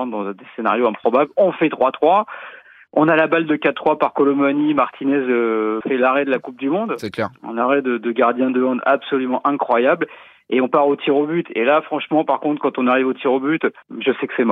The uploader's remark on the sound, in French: quelques minutes au téléphone